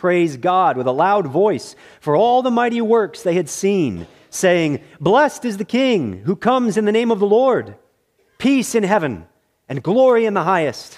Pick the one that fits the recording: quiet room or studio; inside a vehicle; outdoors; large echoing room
large echoing room